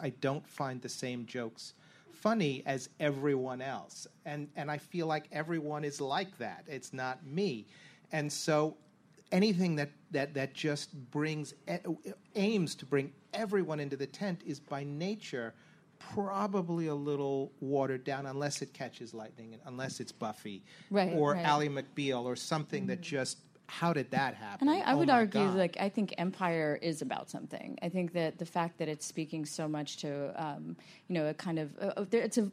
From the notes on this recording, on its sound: Two rounds in this live episode because not everyone could fit on the stage at once! Recorded live at LA Podfest.